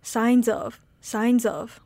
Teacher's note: the S sound in the word signs and the O sound in the word of should sound connected as well